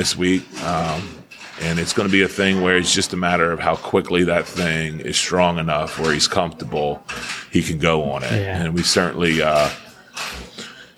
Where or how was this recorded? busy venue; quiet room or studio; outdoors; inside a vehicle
busy venue